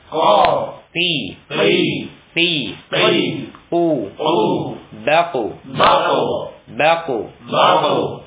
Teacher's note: qaf ya sifatnya harus jahr. Nah, jadi jangan ada nafas yang keluar, bukan ko, tapi ko.